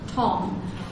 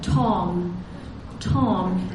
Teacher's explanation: whenever the T is followed by a stressed syllable at the beginning of the word, in particular in English, it has that little added secret sound after it. It's called an aspiration. · Term: aspirated T